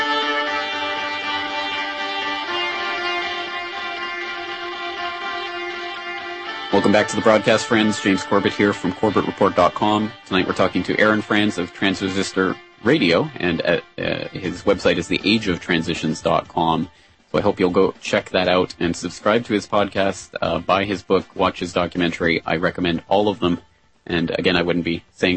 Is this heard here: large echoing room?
no